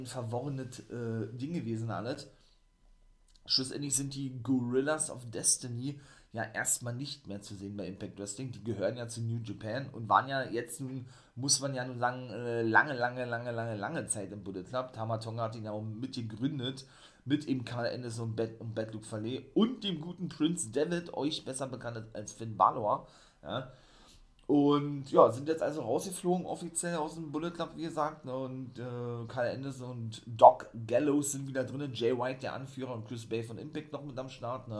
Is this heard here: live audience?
no